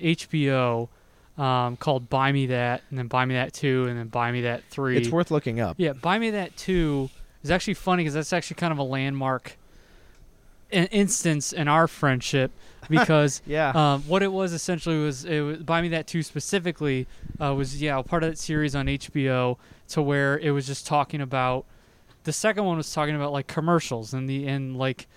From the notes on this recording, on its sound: Are in the same spot as their guest. Decided to celebrate the occasion by recording outdoors! It's harder to distance while inside.